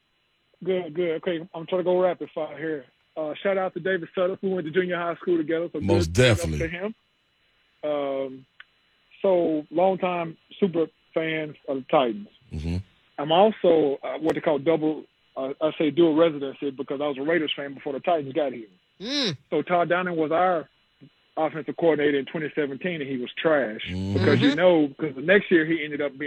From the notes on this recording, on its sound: rapid fire phone calls